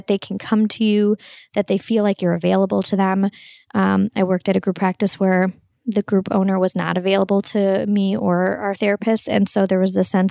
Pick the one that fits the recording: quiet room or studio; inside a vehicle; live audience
quiet room or studio